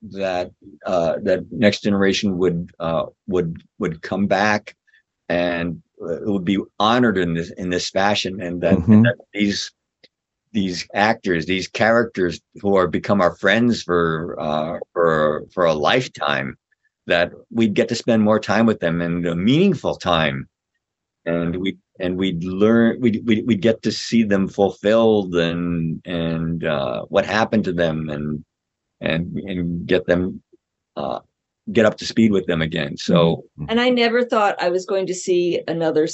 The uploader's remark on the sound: We were thrilled to have them in our Zoom studio